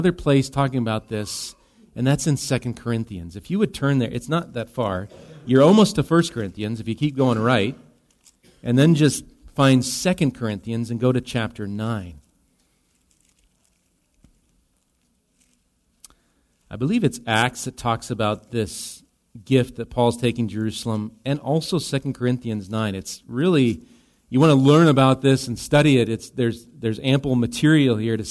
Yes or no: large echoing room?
yes